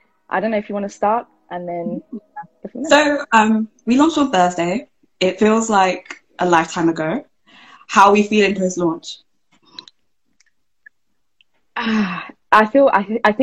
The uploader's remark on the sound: The Season Finale Instagram Live Q&A